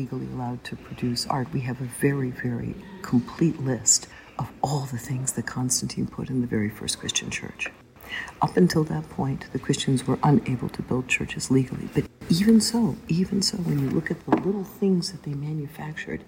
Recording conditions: background noise